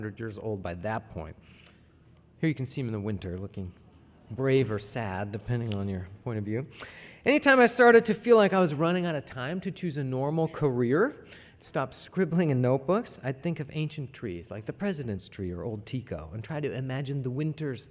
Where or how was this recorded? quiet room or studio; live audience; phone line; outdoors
live audience